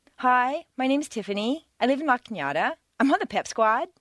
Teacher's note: A certain segment of the population uses rising staircases